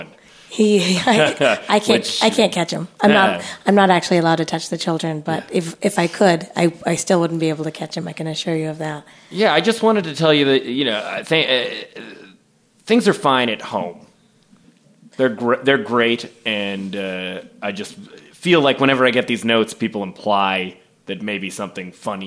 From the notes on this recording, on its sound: recorded at the Kickstand Comedy Space in Portland, Oregon